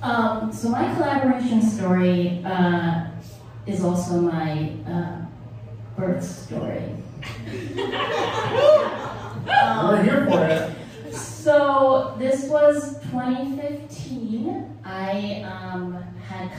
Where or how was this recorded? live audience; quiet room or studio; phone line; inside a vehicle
live audience